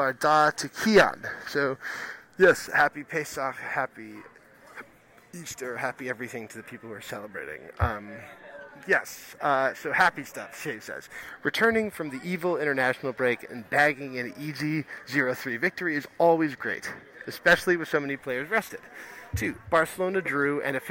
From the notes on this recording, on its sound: Recording from a pub at JFK airport (of course).